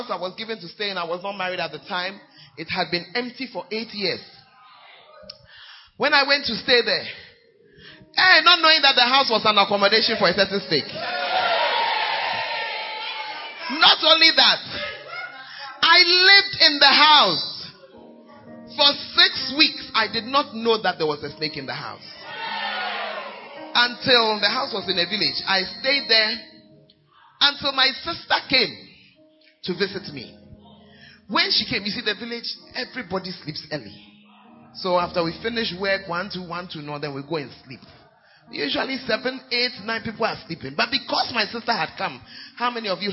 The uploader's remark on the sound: Preached At Gathering Service, UHAS